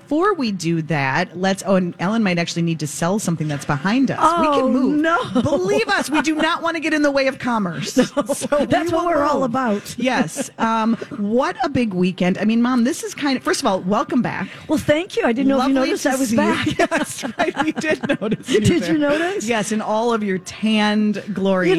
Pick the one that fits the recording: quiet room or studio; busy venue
busy venue